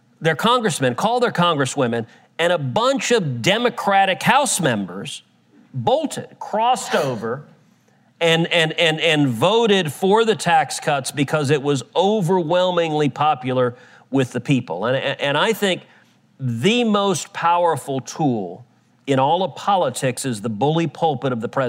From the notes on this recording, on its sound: Live from the swamp at Catholic University. A one-of-a-kind, never-seen-before, all-mailbag live episode.